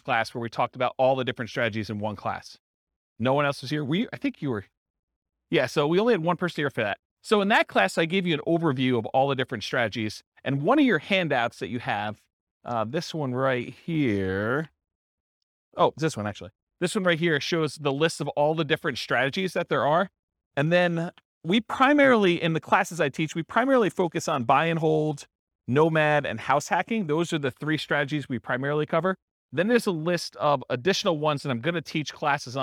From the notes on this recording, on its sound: This was a live class recorded